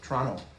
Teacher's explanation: Canadians don't pronounce the T.